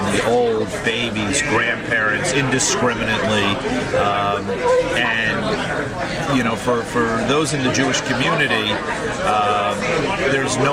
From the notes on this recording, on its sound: at the Capital Grille restaurant